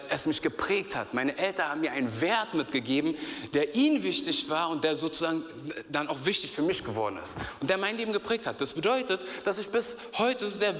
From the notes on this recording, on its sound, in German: aus unserem Gottesdienst